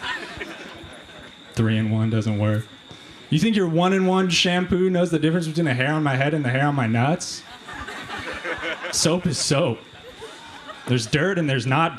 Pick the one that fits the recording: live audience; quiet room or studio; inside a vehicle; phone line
live audience